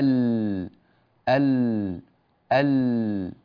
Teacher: اللام تخرج من ما بين حافتي اللسان معا في الأمام قرب الطرف · Term: أدنى حافتي اللسان